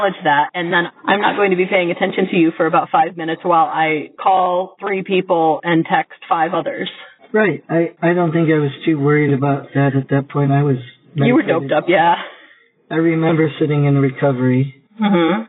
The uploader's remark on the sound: Audio quality was a challenge this week.